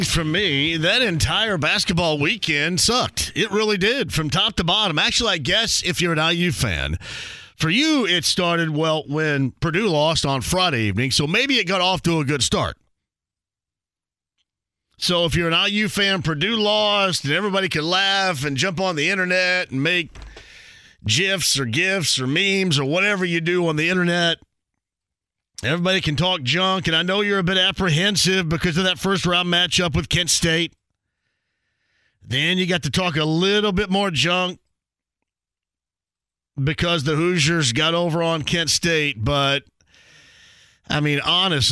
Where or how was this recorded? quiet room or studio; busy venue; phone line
phone line